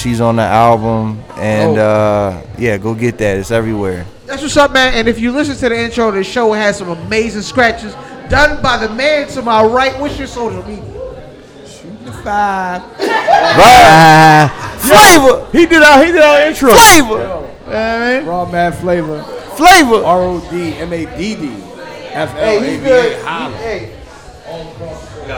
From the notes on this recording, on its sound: Live At The Spot. Go live on location at The Spot.